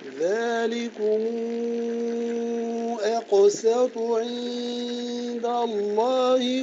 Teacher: رقق الهمزة وقلق القاف مع التفخيم رقق السين